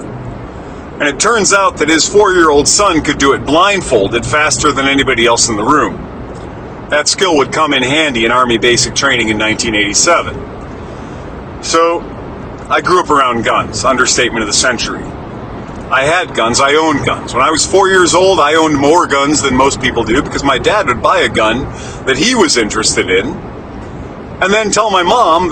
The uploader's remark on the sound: Recorded in the Truck while doing deliveries.